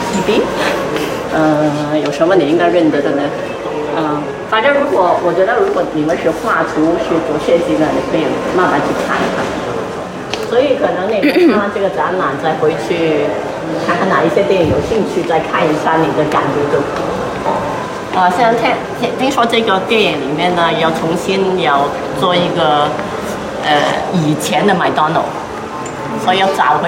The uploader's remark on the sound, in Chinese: 无中生有 — 香港电影美术及服装造型展 特约观展团。这一期是导览的录音。